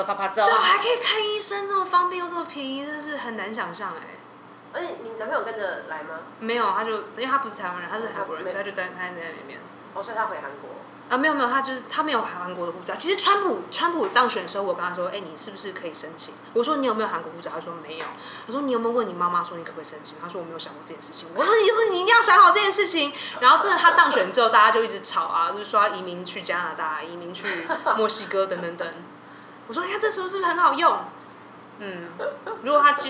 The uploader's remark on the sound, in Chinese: 今天節目錄製時比較激動，聆聽時請小心音量。怕女孩們的笑聲太吵轟炸各位聽眾。